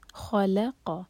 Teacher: خلق خا ہیوی لام لائٹ قاف ہیوی، بیچ میں لام کو لائٹ رکھیں گے، خالا نہیں کہنا، خلق قاف کو ذیل سے جوڑیں گے، خلق ذکر.